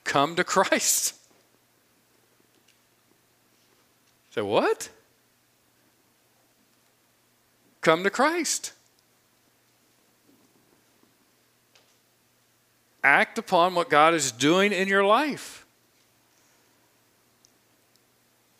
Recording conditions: large echoing room